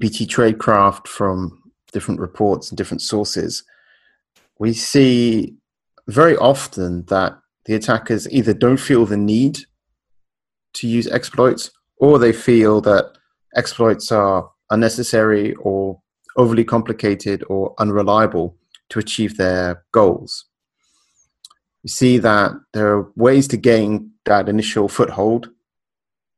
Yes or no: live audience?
no